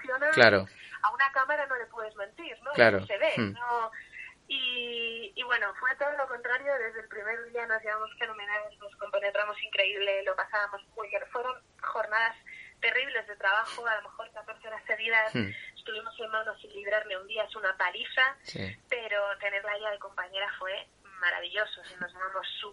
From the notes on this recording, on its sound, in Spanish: En TriYournal hemos podido tener una más que interesante conversación telefónica con ella.